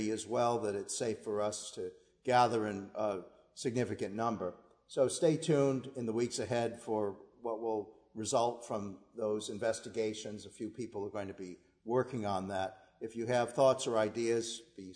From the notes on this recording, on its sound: Our worship service at the Old First Church in Bennington, Vermont, May 17, 2020